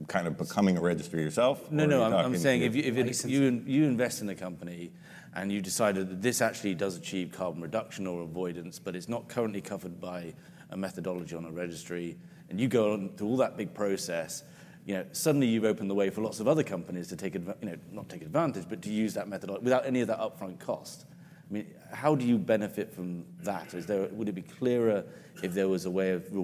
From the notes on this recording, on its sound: Panel discussion. Recorded at the Reuters Event’s USA Commodity Trading 2022 in June.